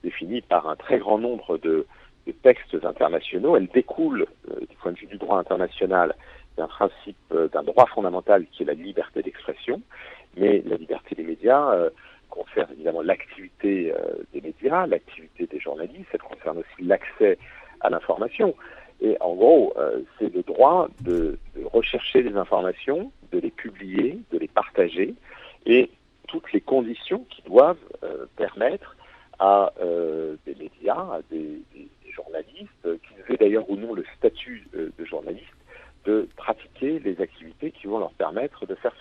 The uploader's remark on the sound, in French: Aujourd'hui, direction Malte pour rejoindre par téléphone.